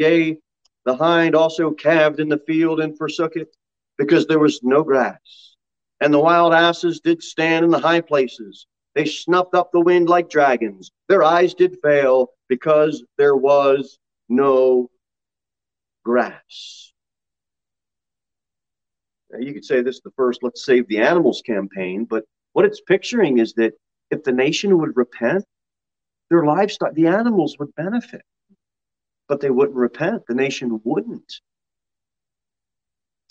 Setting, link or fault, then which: setting, large echoing room